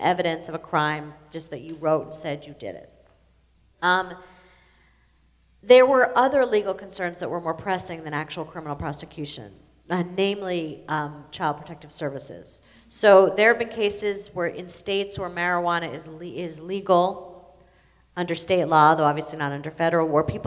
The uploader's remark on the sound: Recorded in front of a full house at Scripps College